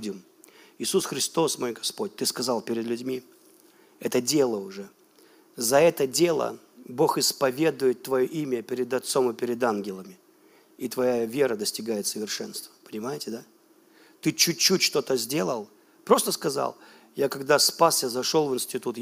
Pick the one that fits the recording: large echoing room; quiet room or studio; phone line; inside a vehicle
large echoing room